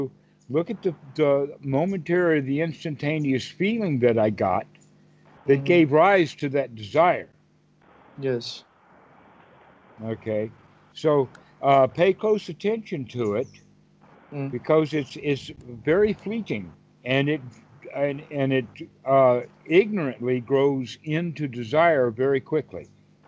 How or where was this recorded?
video call